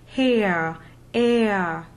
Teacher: these R's should be transcribed as a pure schwa